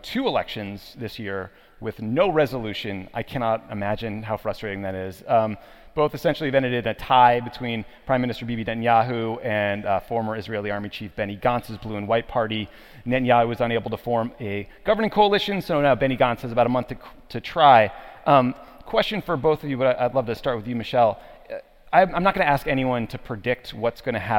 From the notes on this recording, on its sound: Record a special episode from D.C. Recorded at the conference.